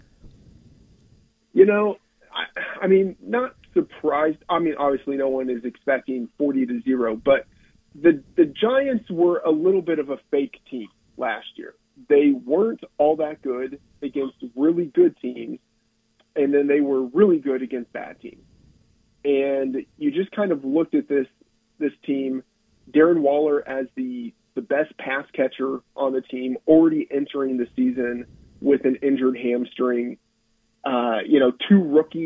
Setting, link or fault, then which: link, phone line